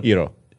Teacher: it's emphasized the first syllable